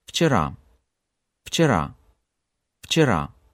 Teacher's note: Russian word yesterday, вчера, begins with letter V, but because V is followed by another consonant, namely Ч, and this is a devoiced or a dull consonant, V must lose its own brightness or voice and turn into its equivalent F.